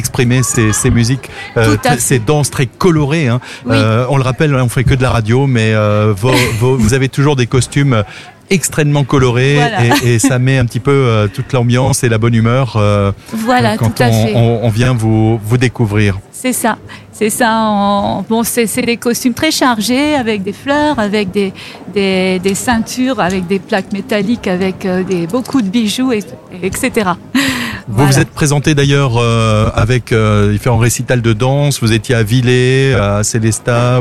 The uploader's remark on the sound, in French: AZUR FM a délocalisé ses studios. En direct depuis la place d'armes (scène brasserie le fox) dans le cadre de la fête de la musique.